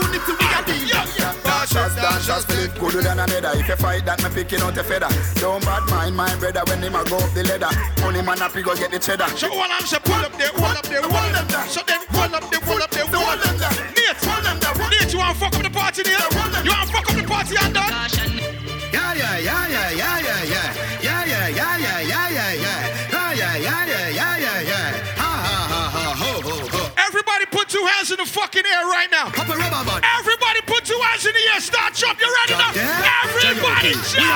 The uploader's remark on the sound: Live set from my Birthday party in London UK